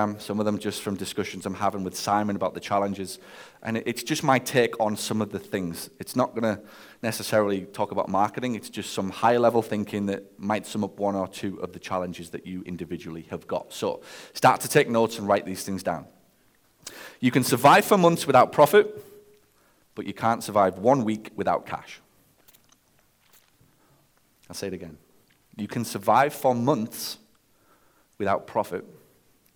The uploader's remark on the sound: Live From The Stage. At my most recent Mastermind gathering in Nashville.